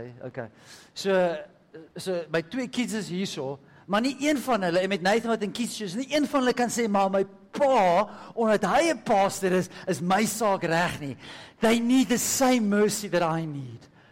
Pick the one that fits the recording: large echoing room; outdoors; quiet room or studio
large echoing room